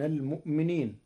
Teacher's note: فقرأها ورش بإبدال الهمزة واوا من جنس حركة ما قبلها